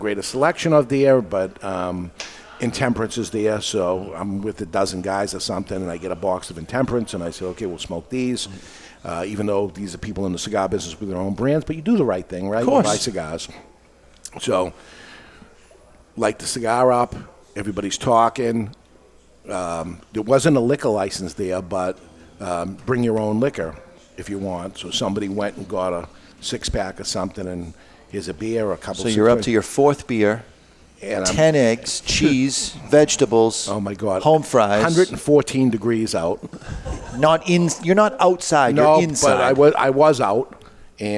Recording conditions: live audience